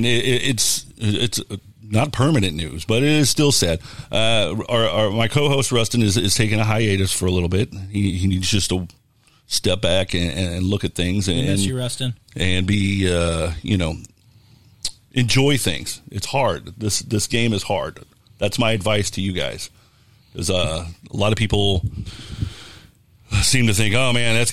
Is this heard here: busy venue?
yes